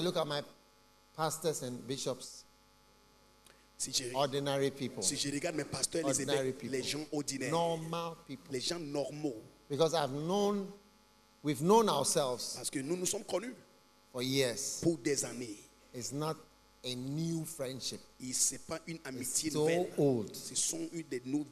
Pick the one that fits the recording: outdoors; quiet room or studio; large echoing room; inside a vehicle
large echoing room